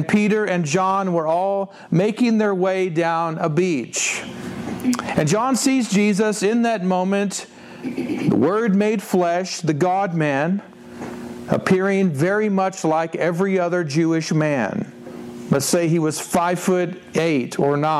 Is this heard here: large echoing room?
yes